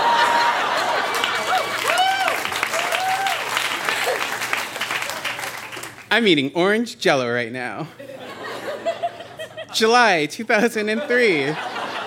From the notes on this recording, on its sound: Recorded live at the Tranzac Club in Toronto.